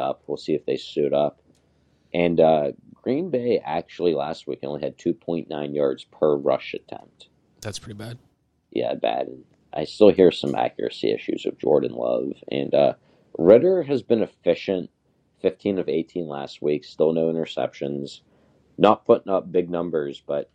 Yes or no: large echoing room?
no